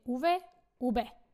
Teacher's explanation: v a b Španieli vyslovia vždycky rovnako ústami ako b